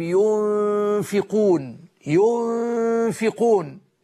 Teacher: ينفقون، نون ساكنة بعدها فاء، يقول لك دي اخفاء